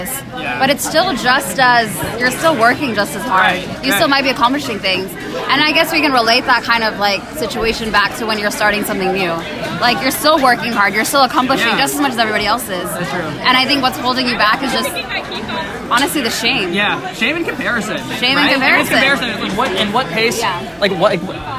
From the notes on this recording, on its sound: Recorded during trivia night at The Stacked Pickle.